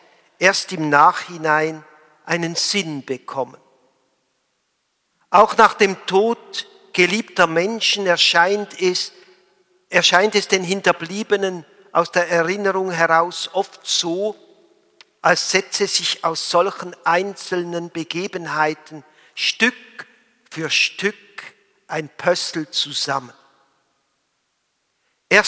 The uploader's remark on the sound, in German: Gottesdienst Palmsamstag 27.03.2021